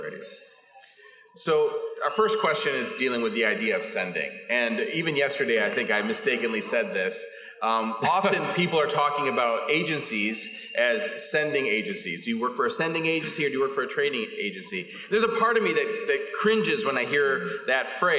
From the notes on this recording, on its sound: panel from the 2021 Radius Missiology Conference